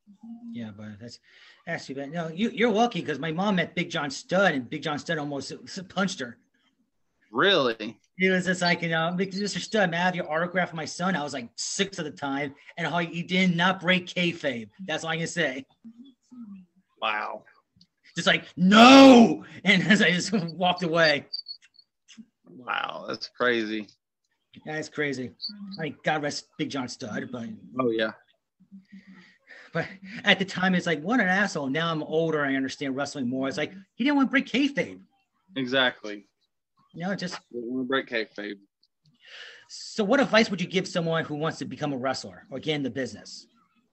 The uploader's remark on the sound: Joins me on Zoom.